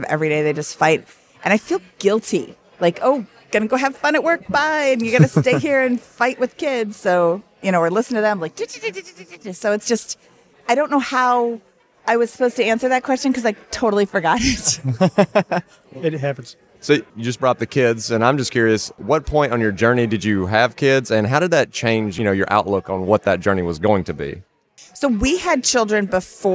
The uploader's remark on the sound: LIVE at FinCon